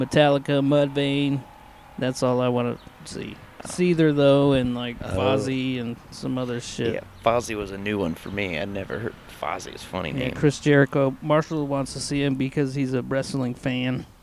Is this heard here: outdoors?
yes